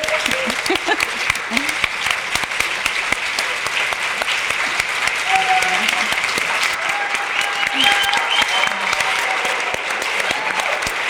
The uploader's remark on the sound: Hosting a LIVE recording at the Schlegel Villages Operational Planning Conference in Niagara Falls.